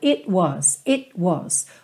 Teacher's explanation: Esse it, você vai perceber uma outra coisa bacana também, que é muito comum tanto no inglês americano quanto no britânico, que é o T não soar e você ter uma pausa muito rápido. It was, ou seja, se eu corto essa vogal, é quase como se já fosse equivalente a colocar essa consoante oclusiva, colocar o T ou o D.